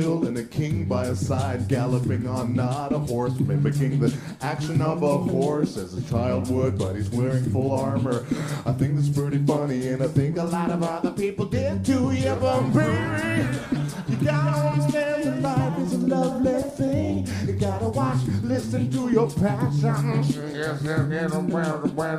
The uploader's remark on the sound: Recorded at Just for Laughs Montreal.